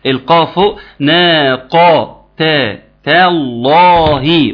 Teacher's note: القاف عالية جدا لان حرف مفخم، التاء تحت جدا لانه مرقق، اللام بتاعت اسم الجلالة عالية جدا لانها مغلظة مفخمة، يبقى ما بين ايه حاجة كده عاملة زي زجزاج كده، رسم قلب كده بيطلع وينزل، القاف ناقة تالله، ونحافظ على التنقل ما بين المفخم والمرقق.